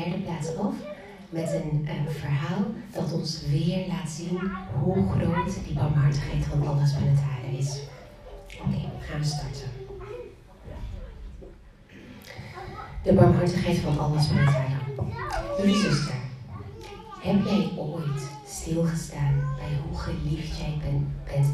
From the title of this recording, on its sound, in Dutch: Live lezing